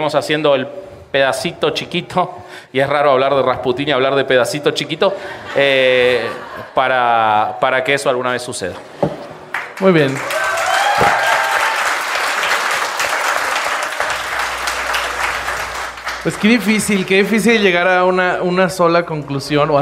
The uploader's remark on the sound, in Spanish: Grabado en Vivo en CDMX. Los Herejes se vieron en persona, para grabar un episodio ante su publico. Grabado en Círculo 99. Con producción de Comedy Lane.